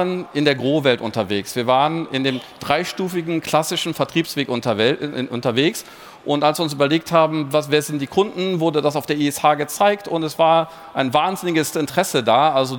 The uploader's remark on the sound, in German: Live Event. Wir sind zum 20igsten Jubiläum live auf der digitalen Messe der Baubranche digitalBAU zu Gast.